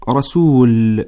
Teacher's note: أما عند الوقوف على التنوين فتزول النون المتولدة عن التنوين. أمثلة على التنوين: رسول، تنوين ضمة، وهكذا تقرأ عند الوصل.